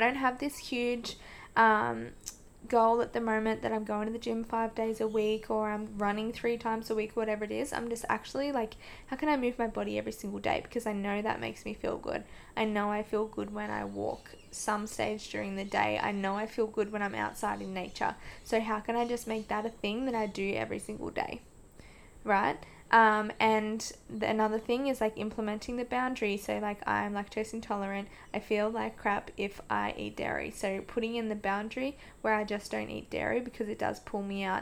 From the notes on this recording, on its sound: Apologies for the background noise, I usually record home alone but did not this time & still figuring out my microphone!